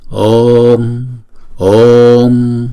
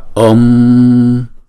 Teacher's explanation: Phải không? Chúng ta đọc chữ O kéo dài hai nhịp rồi mới đóng chữ O đó lại. · Shown in: first take